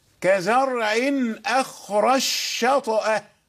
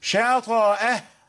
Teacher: والسوسي من ضمن الذين يسكنون الطاء، فالطاء هنا ساكنة مقلقلة · Shown in: first take · لأن بعض القراء يقرؤونها شاطئة بفتح الطاء.